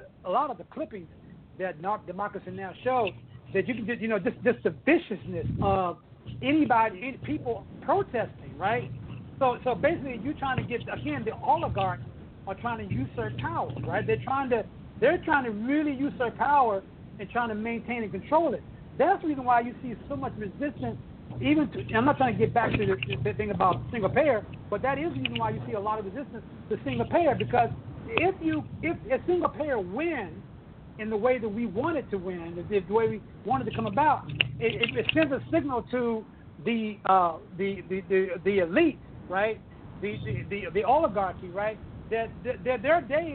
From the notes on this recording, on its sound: Report Live From Socialism2017 Conference In Chicago.